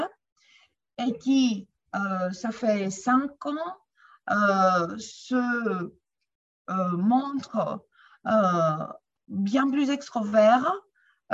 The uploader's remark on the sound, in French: Séance enregistrée sur Zoom